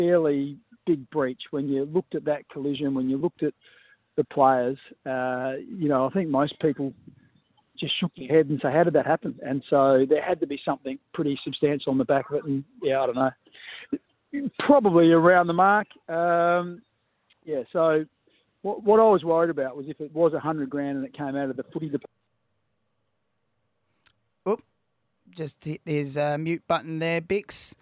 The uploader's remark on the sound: phoned in to chat to the boys